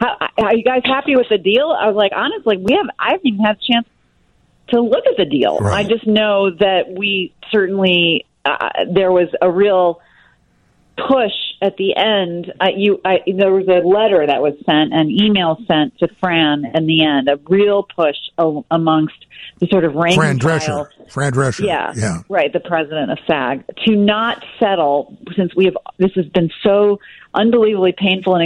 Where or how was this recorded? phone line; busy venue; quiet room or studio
phone line